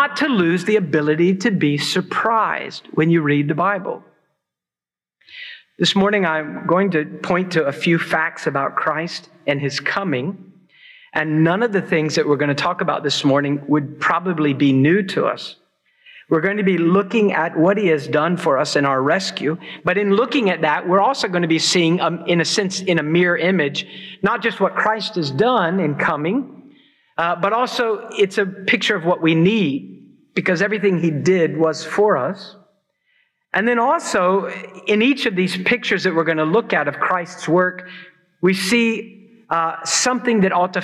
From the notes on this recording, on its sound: preached at Christ Church New Albany